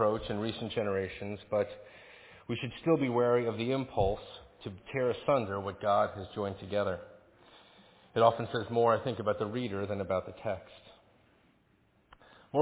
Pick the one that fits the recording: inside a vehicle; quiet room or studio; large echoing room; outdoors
large echoing room